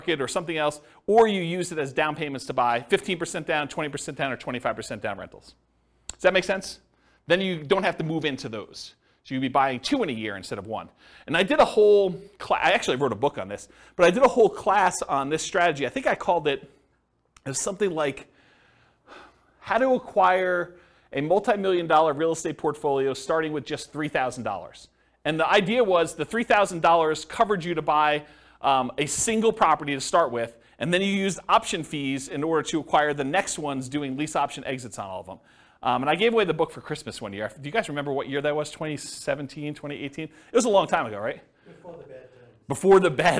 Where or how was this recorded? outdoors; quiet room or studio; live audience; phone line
live audience